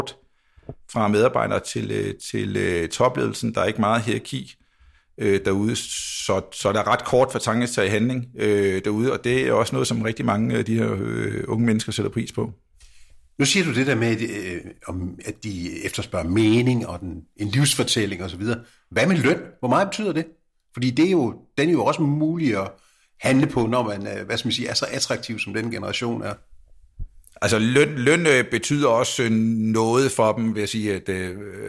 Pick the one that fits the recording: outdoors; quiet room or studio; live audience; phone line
quiet room or studio